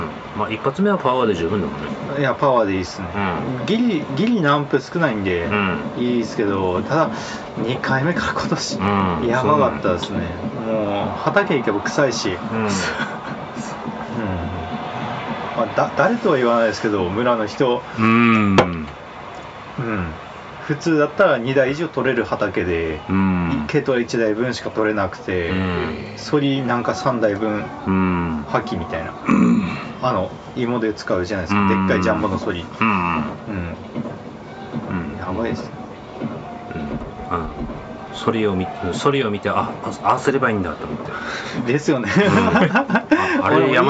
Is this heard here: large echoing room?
no